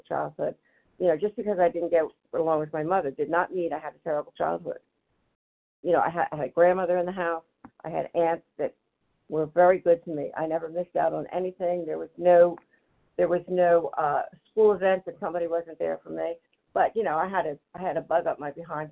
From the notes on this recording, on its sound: Qualification from the 100 Pounders Phone Meeting.